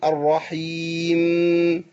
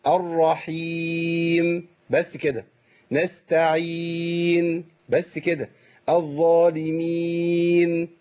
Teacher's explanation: خد بالك ما تقفش على النون كتير · Shown in: second take